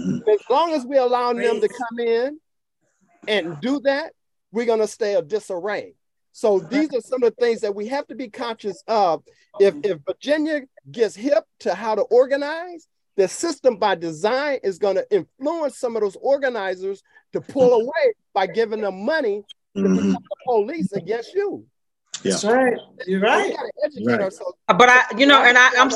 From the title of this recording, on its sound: A Virtual Community Townhall